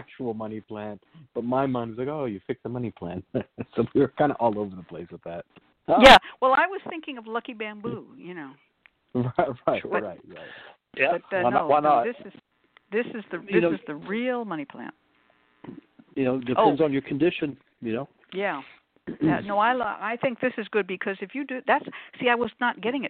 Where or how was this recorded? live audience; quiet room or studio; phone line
phone line